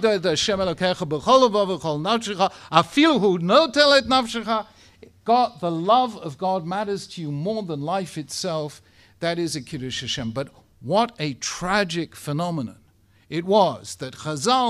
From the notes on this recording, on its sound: Speaking at the Beit Knesset Feigenson